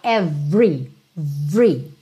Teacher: por padrão, esse E do meio do every não é pronunciado